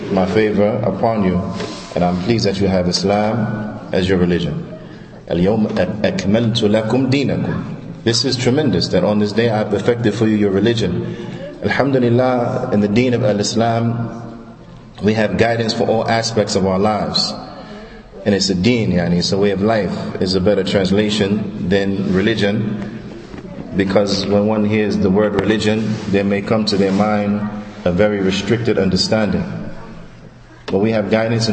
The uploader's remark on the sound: Lecture given at Masjid Nur Allah, Queens, NY